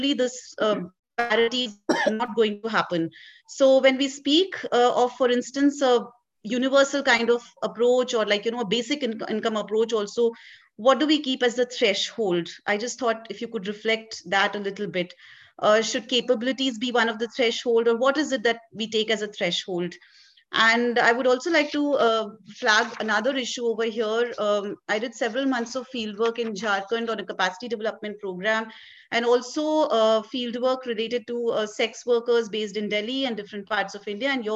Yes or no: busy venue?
no